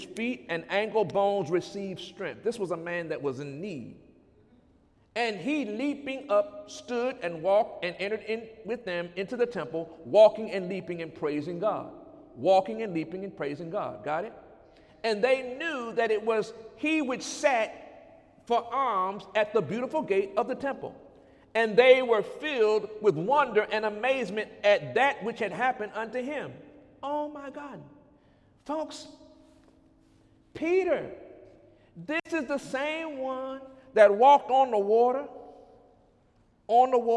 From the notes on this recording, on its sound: During Sunday morning service